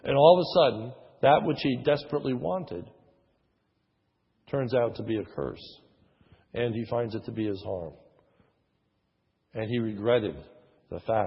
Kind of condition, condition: setting, large echoing room